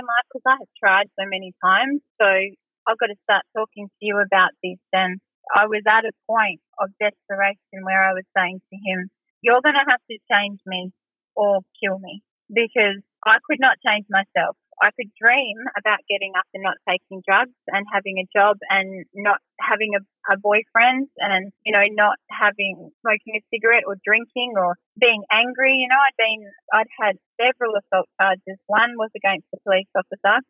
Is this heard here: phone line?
yes